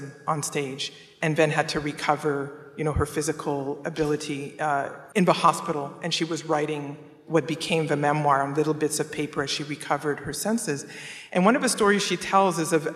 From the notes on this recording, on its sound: We feature a conversation from the 2021 Portland Book Festival. This live event was moderated onstage.